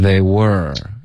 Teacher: Theywere，的音发成 theywere，OK，就结尾的儿化音没听见。然后注意不要发成 v，OK，是一个 w 的音，两个嘴唇都撅起来